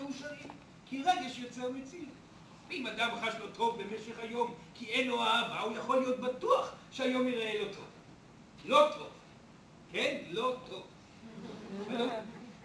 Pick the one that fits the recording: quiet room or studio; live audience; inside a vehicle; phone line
live audience